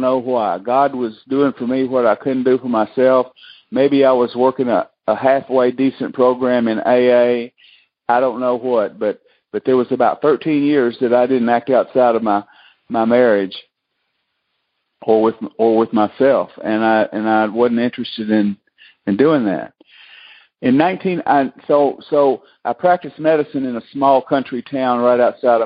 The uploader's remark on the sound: Monday Noon Phone Speakers Series